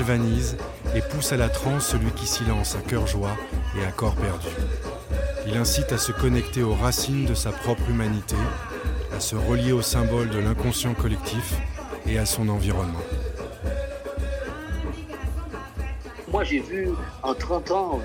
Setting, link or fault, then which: setting, outdoors